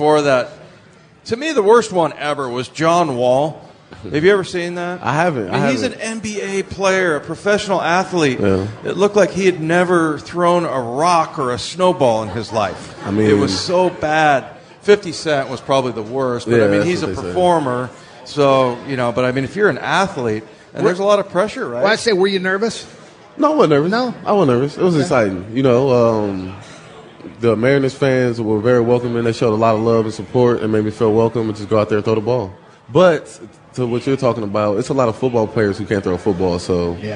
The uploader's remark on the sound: Joins the show live at Pearl Bar and Dining.